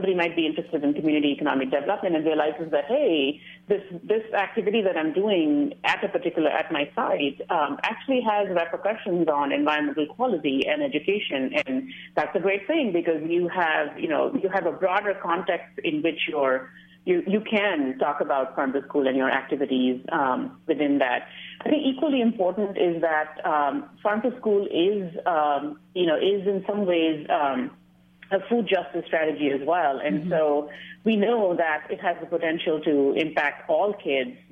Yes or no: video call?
no